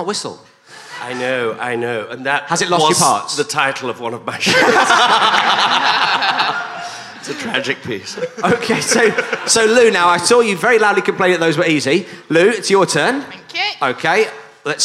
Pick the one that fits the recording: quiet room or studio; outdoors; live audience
live audience